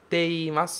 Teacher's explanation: Então, te imasu vai ficar te imasu separado mesmo. Você não vai prolongar esse te de forma nenhuma.